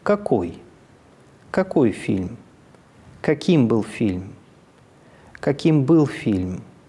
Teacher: сначала интонация порывается вверх, но именно на гласном центре она начинает сползать. И постцентр, он ниже.